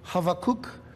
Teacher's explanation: I'm saying it that way because that's actually the Hebrew pronunciation, Habakkuk. Actually, it's not a B, you know, in the English it's B, but it's actually more of a V sound, Habakkuk. Like if you're telling somebody have a cookie, but don't add the last, you know, syllable.